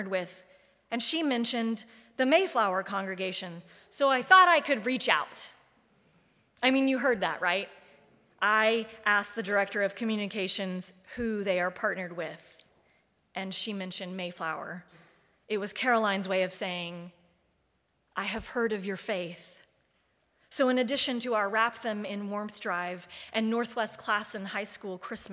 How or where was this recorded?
large echoing room